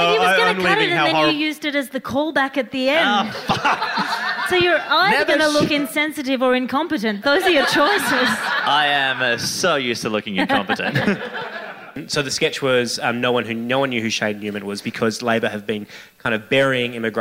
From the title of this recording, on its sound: A Rational Fear LIVE